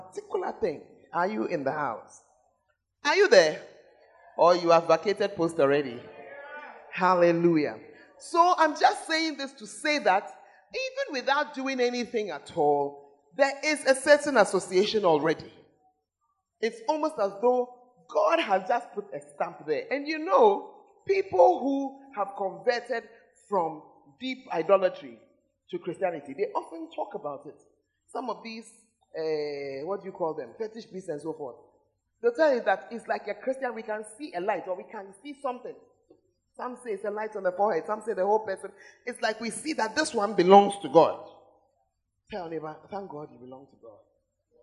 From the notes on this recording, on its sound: Preached At The Fountain of Life Cathedral (The Presence Service)